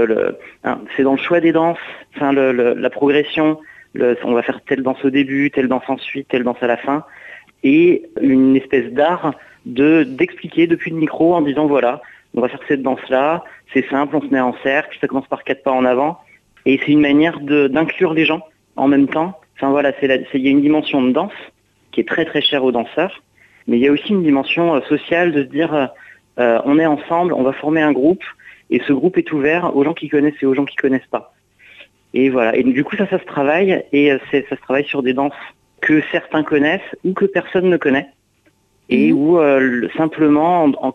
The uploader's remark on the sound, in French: invité par téléphone